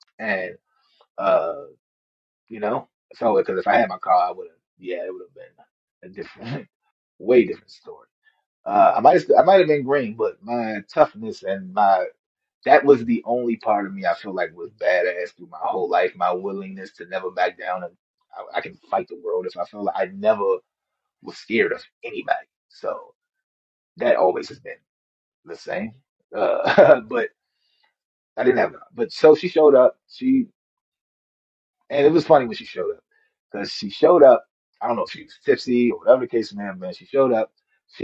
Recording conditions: poor sound quality